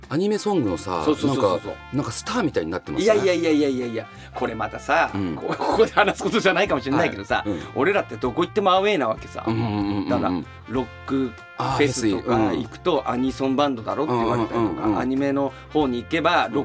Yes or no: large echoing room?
no